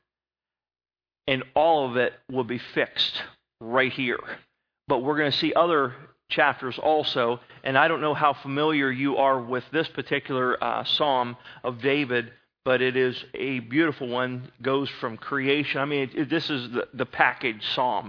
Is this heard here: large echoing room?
yes